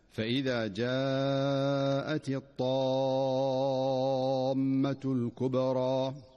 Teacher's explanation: فالطاء هنا حرف قوي مستعل مطبق، فلا تؤدى الطاء قريبة من التاء لأن كل حرف صفته التي تميز بها.